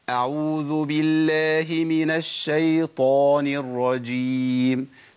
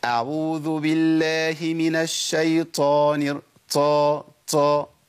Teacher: الطاء مجهورة يعني مقطوعة النفس · Shown in: first take